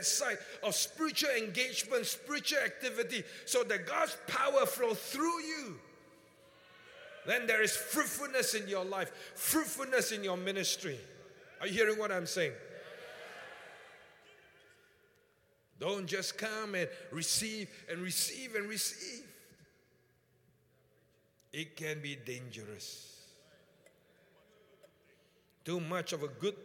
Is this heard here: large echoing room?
yes